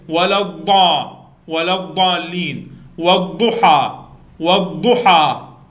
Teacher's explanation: أحس بها قوة أحس بها إطباق بها استعلاء بها استطالة · Term: الضاد